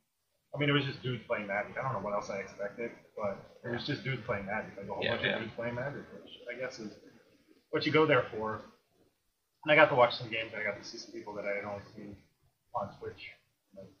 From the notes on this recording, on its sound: Apologies for the sound quality. We got a new set up and I didn’t test it. I thought that I had it figured out before recording, but I didn’t.